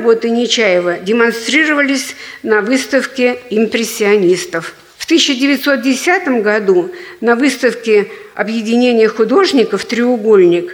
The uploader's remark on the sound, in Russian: Запись произведена на торжественном вечере, посвященном 100-летию союза слепых и 40-летию студии незрячих художников.